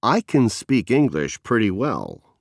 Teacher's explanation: Pronounce can with a reduced vowel, uh. It sounds as if there is almost no vowel at all